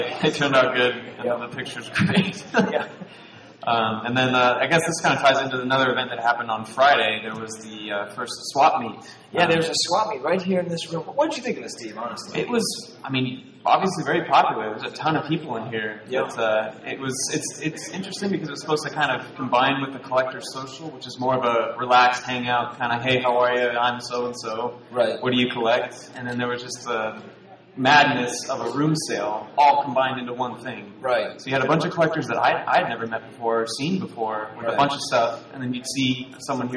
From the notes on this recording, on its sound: The sound quality is a bit rough, and most of the room sale audio was lost.